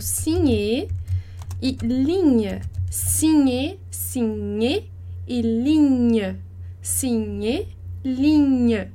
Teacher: E aqui a gente tem duas palavras com som de ny, que é o som de NH que a gente vai escrever GN